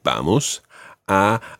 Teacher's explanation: Vamos, the stress on the first syllable